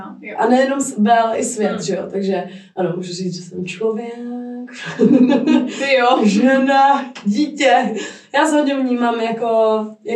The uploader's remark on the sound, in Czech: Omlouvám se za zhoršenou kvalitu zvuku, bohužel nás provázely technické problémy.